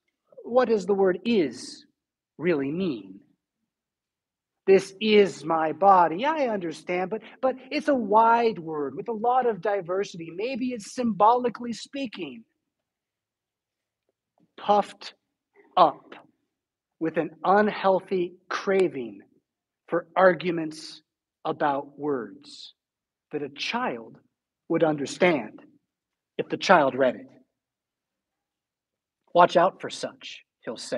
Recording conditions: large echoing room